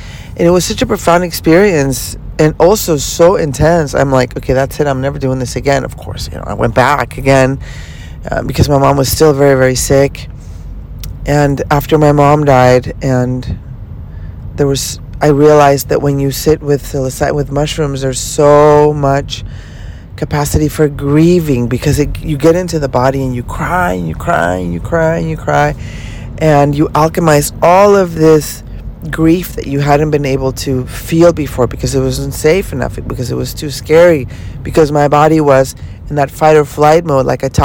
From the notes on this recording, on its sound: Podcasts in the car series. I am recording this while driving to LA... Please be ware of a few traffic sounds.